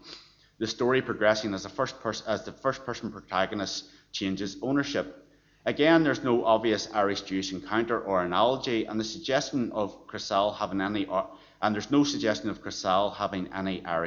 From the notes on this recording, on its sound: Library Lunchtime Lecture